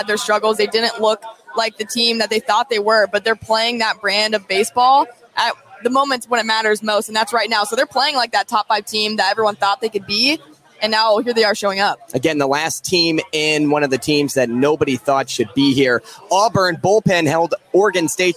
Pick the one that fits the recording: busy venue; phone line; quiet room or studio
busy venue